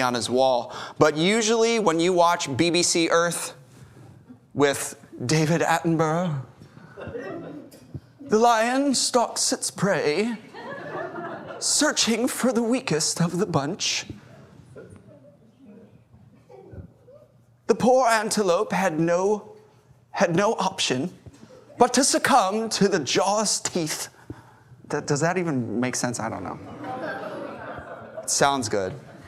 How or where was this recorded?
large echoing room